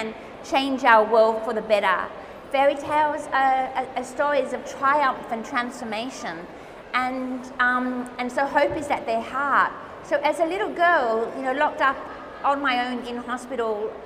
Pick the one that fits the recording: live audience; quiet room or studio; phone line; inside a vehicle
live audience